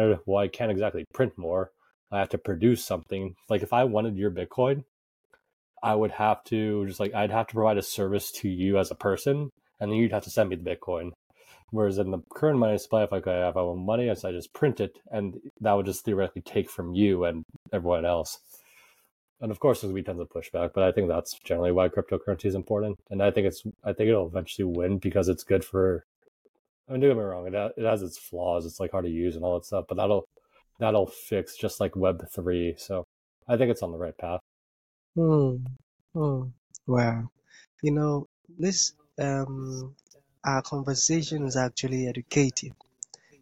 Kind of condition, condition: fault, drop-outs